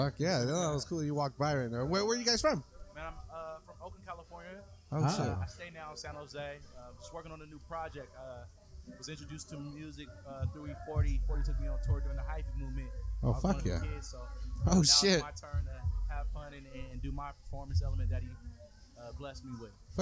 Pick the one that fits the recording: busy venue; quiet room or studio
busy venue